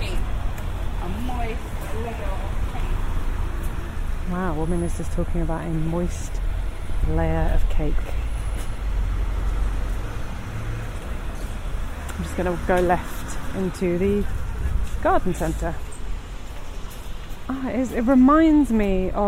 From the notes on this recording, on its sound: This podcast is recorded in 3D sound! Join her out and about as she captures those small, magical moments of everyday life, in sound. Thanks to 3D recordings, you’ll hear everything she does as if you were right there with her.